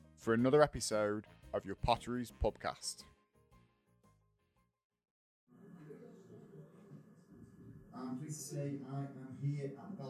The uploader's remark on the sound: We call in to The Bellringer, a community pub, set in the heart of Eaton Park.